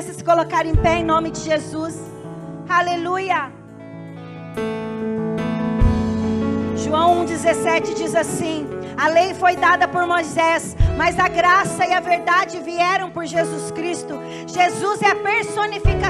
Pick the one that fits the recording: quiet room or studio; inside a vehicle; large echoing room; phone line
large echoing room